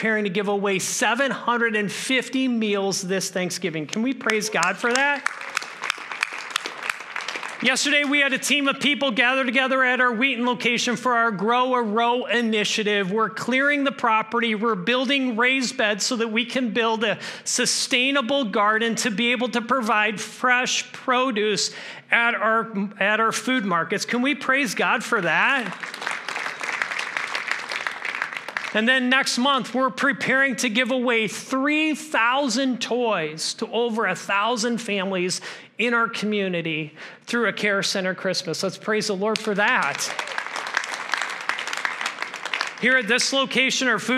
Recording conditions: large echoing room